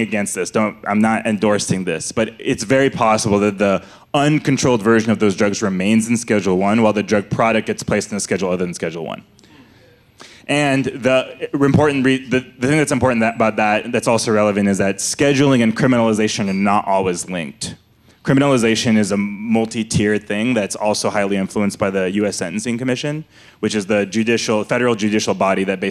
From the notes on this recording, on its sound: Conversations at The Interval. These hour long talks are recorded live at The Interval, our bar, cafe, & museum in San Francisco.